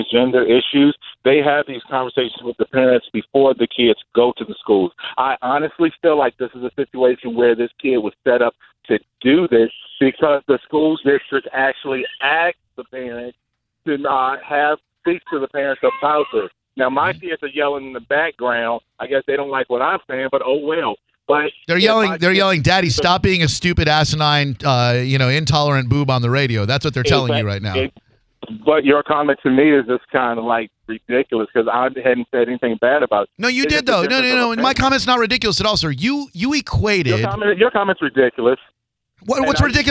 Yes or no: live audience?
no